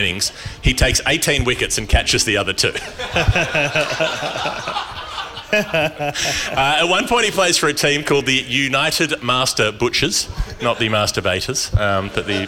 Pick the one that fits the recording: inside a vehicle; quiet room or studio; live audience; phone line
live audience